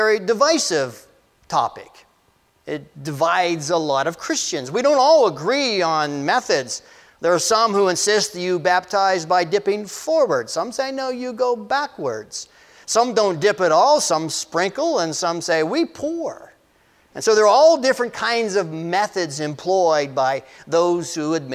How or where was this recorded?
large echoing room